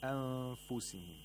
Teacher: So we have to approximate the place of articulation of fa and at the same time make a nasal sound for two vowel counts. · Term: إخفاء of نون ساكنة